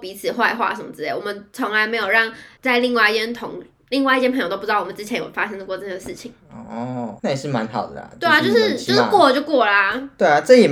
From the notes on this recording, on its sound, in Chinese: 這集收音沒有特別注意